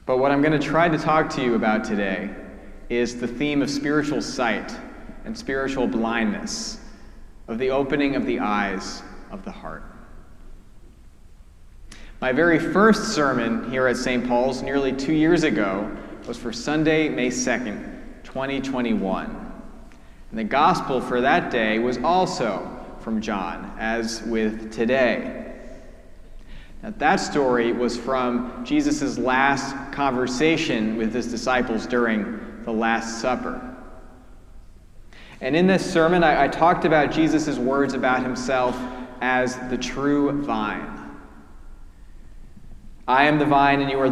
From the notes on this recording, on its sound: preached at our celebration of the Holy Eucharist on the Fourth Sunday after Lent